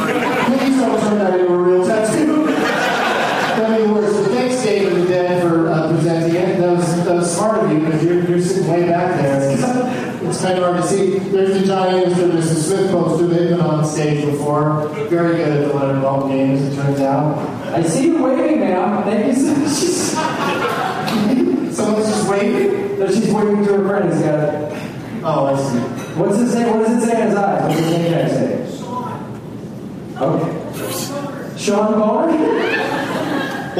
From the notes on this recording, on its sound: audience members at The Improv in Pittsburgh, PA